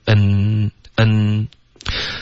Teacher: 结尾 n 的音，你的舌尖就是要顶着上颚，这个鼻音是比较重的，比较浓，OK， nn，在这个三个字的组合中呢，舌尖不应该顶着上颚，而是顶着上齿，OK，所以你会轻轻的咬